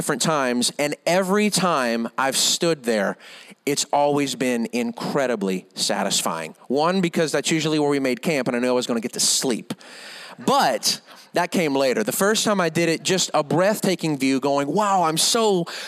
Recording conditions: large echoing room